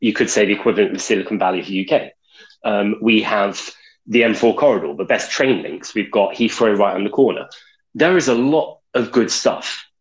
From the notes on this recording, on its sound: Twitter Space recording from June 22nd